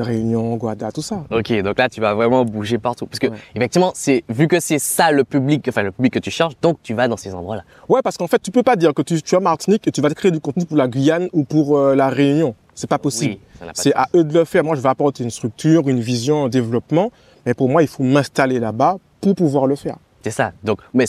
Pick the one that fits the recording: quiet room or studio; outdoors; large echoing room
outdoors